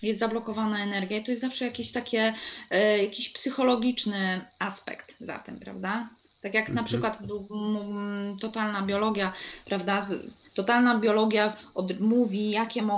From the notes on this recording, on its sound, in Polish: nagrania Audio webinarów